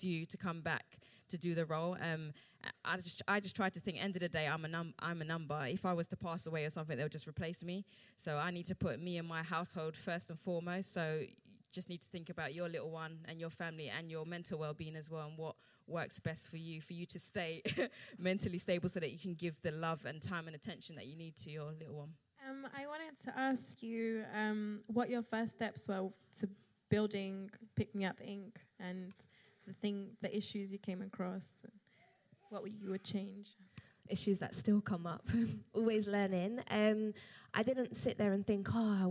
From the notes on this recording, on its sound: Part 3 of 'Badass Mums Live' at the Roundhouse.